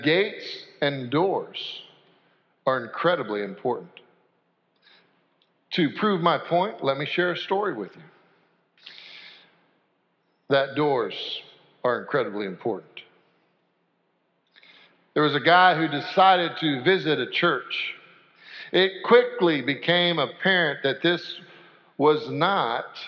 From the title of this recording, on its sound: Sanctuary Service